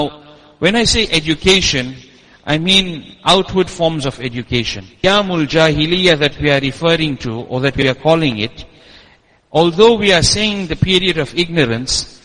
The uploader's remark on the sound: Jumuah lecture at Masjid us Siddique